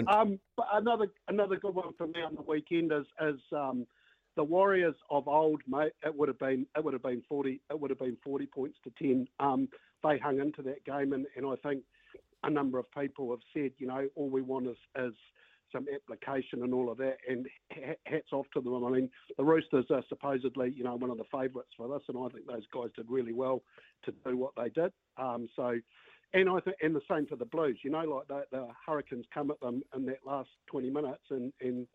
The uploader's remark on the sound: Hits the phone line to ask the listeners what their standout moments were from the weekend of sport.